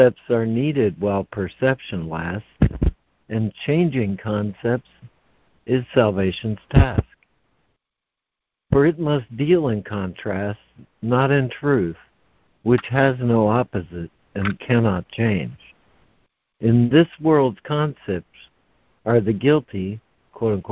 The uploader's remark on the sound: ACIM Daily Conference Call